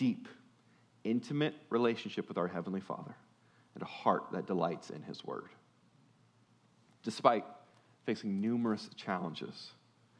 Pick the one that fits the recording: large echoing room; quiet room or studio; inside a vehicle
large echoing room